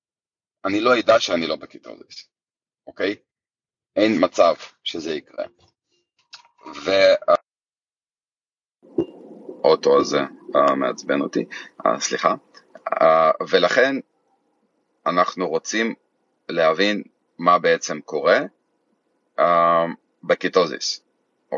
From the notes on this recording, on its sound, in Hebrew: זו הקלטה של שיחת לייב בקהילת פייסבוק שלנו - ״תזונה קטוגנית מחטבת״.